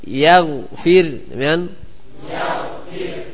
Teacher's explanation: Ya yang tipis, ghainya tebal.